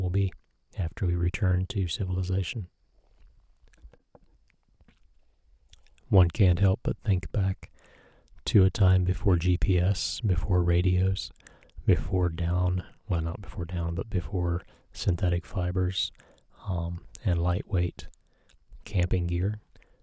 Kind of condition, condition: setting, outdoors